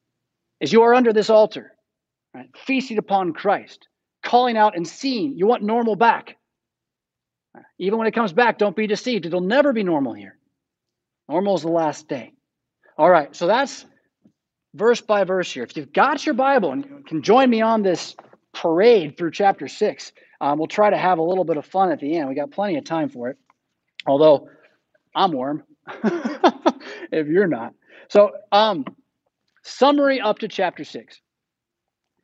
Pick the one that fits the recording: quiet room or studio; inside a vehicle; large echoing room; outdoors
large echoing room